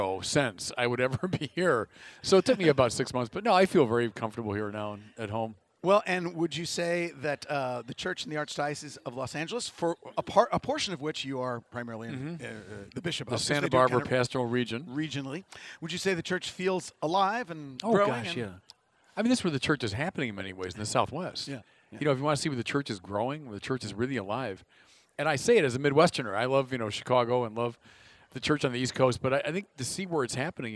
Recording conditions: busy venue